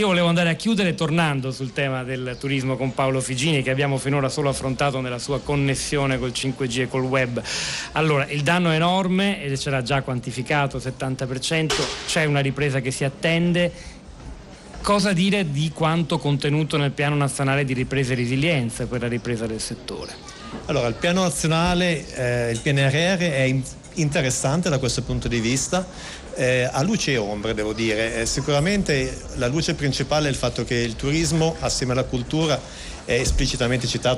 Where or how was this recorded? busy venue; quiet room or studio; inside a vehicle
busy venue